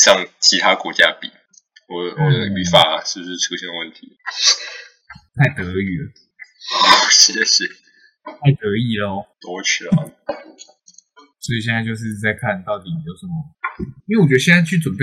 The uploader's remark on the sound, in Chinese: 請原諒音質…設備有點問題